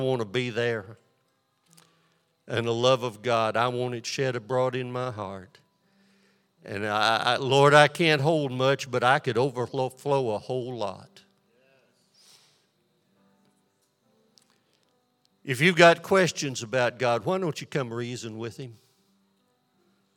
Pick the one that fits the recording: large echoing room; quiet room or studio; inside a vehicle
large echoing room